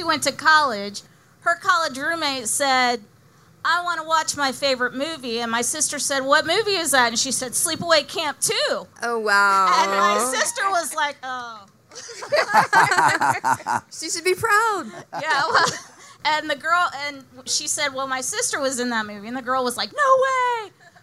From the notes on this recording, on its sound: Live From Las Vegas. Live from Joe Bob’s Drive-in Jamboree.